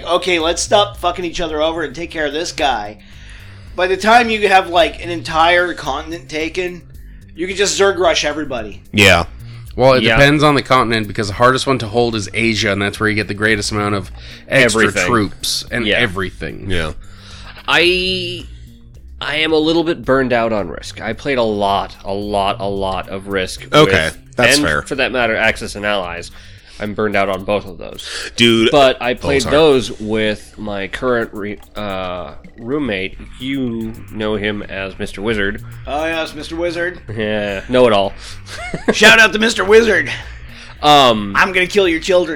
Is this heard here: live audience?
no